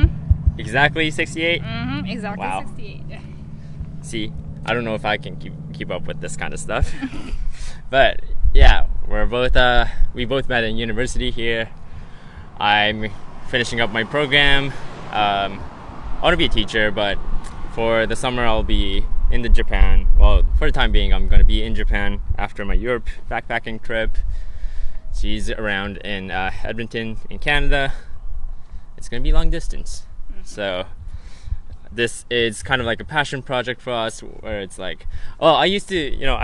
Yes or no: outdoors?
yes